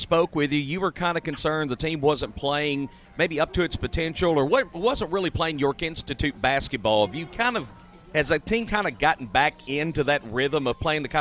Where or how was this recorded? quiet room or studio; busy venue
busy venue